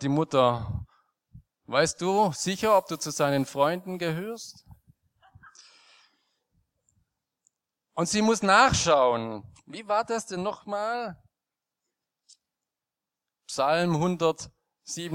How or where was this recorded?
large echoing room